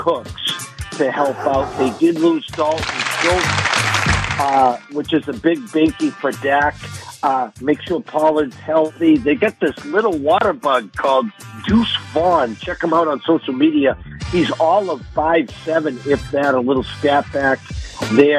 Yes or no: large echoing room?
no